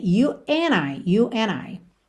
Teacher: Pulou o D ali do and completamente, que é muito comum